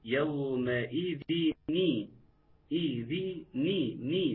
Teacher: نون مكسورة ني وليست نون ساكنة · Term: التقاء ساكنين